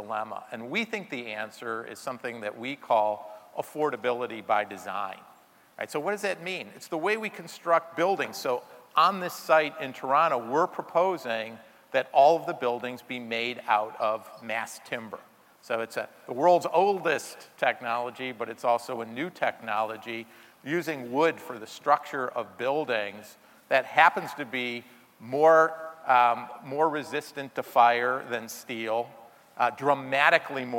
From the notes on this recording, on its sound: In #Toronto, at #The Elevate Technology Conference and captured his talk on stage.